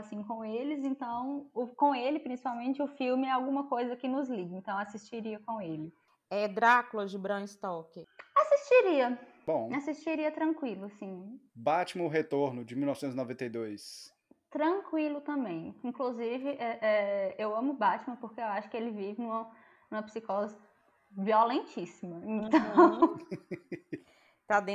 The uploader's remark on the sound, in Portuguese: gravado remotamente, qualidade comprometida